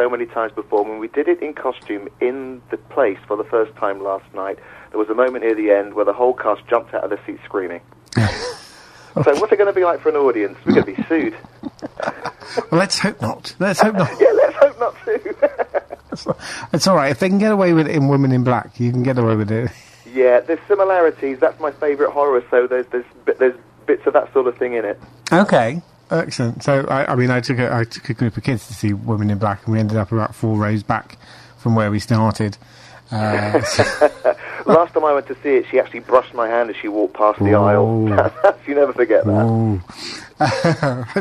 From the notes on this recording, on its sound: is joined on the phone